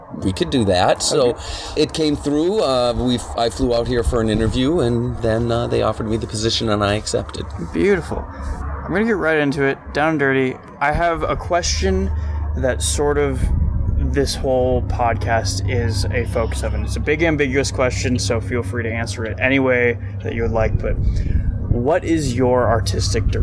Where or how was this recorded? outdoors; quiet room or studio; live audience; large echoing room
outdoors